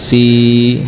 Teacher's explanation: Ya, ini huruf sin kasroh, si pendek. Nah, kalau sin kasroh diikuti ya sukun menjadi panjang. · Term: Mat tabi'i pada kasrah